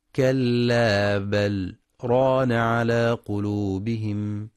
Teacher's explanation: يراعى في رواية حفص الإتيان بسكتة لطيفة على اللام دون تنفس